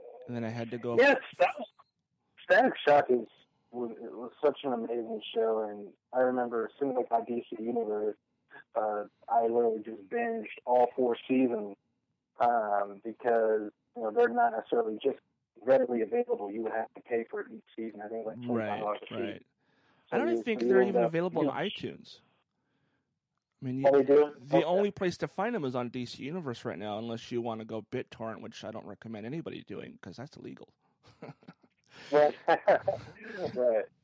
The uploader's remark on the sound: On the phone